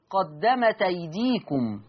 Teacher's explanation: قرأ ورش بنقل حركة الهمز إلى التاء فتقرأ قدمت أيديكم · Term: النقل